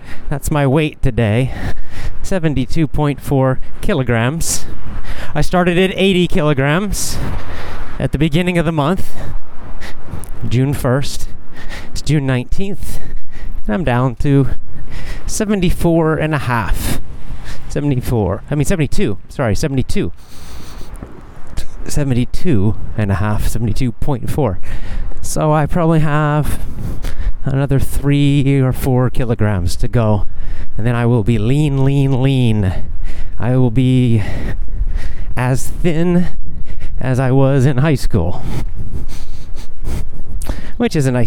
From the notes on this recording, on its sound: A casual chat while walking.